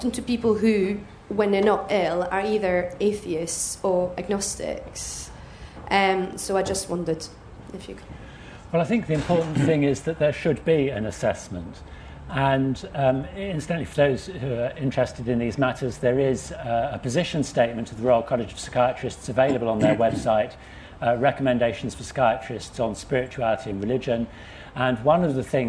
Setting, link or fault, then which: setting, busy venue